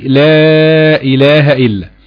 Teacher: عباره عن المد الجائز المنفصل لو جاء بعد منه لفظ الجلاله، تمام، بيمد مد تعظيم اربع حركات، يعني بدل ما هو قصر بيحصل فيه توسط · Term: مد التعظيم